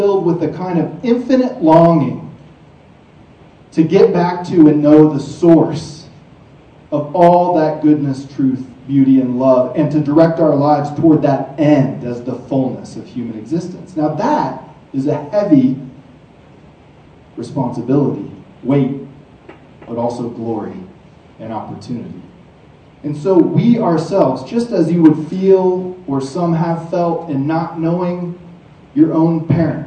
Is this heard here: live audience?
yes